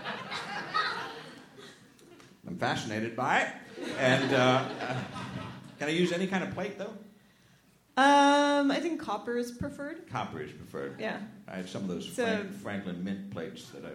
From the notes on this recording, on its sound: Live at SF Sketchfest.